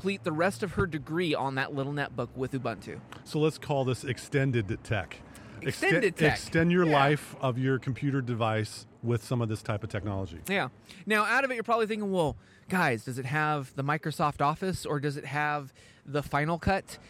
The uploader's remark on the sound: Recorded LIVE on the streets of Bham, at Camber Coffee